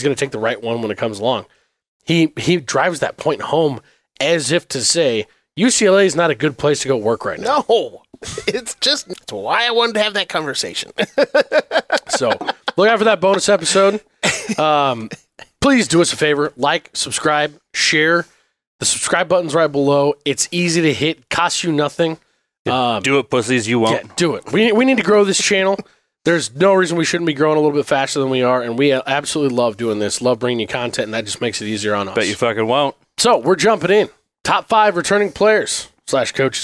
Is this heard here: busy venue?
no